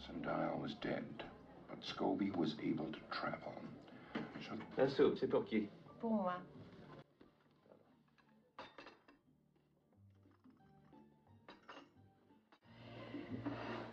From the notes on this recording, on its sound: In a serene scene from the classic film 'Charade'. Set in a cozy restaurant ambiance. This video is thoughtfully looped. The delicate clinking of cutlery and the gentle murmur of conversation.